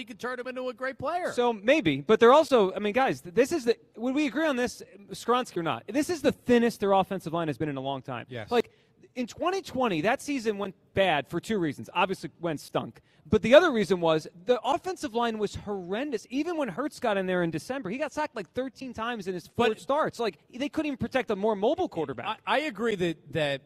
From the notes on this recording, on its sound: broadcast live from the Linc.